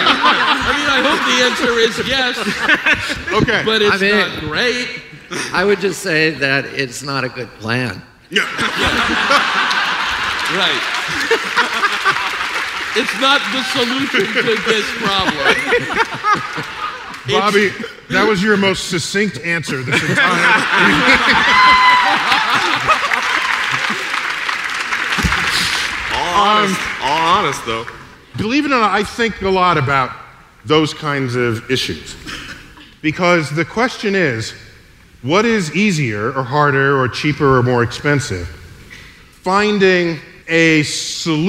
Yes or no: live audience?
yes